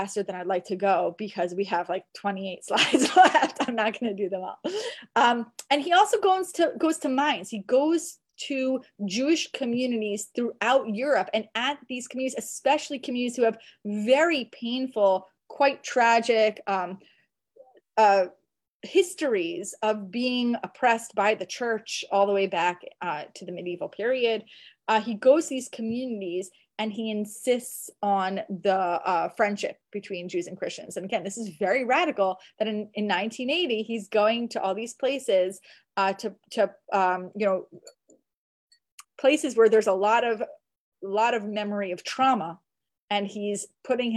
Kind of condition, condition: link, video call